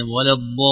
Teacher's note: تحقيق الكسرة في اللام مع مدها